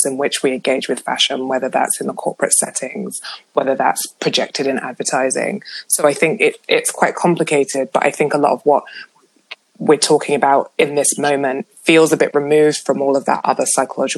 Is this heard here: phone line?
no